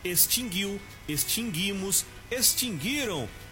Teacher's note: Por exemplo, extinguiu, extinguimos, extinguiram ou ainda extinguiria, sempre com o U mudo, você não pronuncia